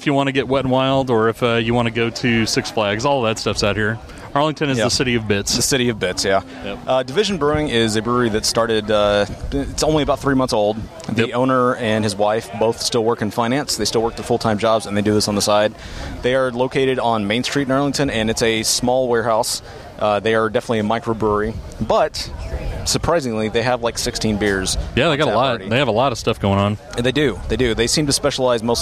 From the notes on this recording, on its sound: Dallas Brew Bus: Division Brewing, Collective Brewing Project & Community Beer Co. We're back on the Dallas Brew Bus. We visit Division Brewing in Arlington, Collective Brewing Project in Ft. Worth and Community Beer Company in Dallas.